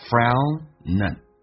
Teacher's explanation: and 在听力当中啊，经常会弱化成 n 这个发音